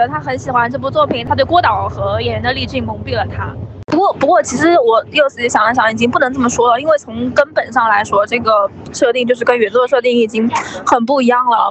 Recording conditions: background noise